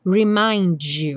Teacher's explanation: no caso do D, não vira ch, vira j, j, remind you.